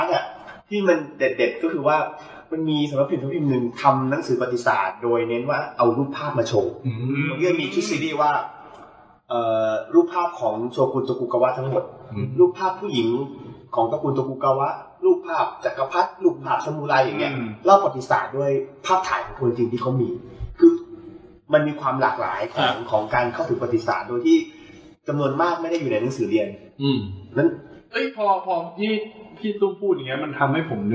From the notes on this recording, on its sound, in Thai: EP นี้อัดเสียงไม่ค่อยดีเท่าไหร่นะฮะ พอดีเครื่องอัดแบตหมดกลางคัน เลยได้แต่ใช้ไฟล์ที่ดูดจาก Live video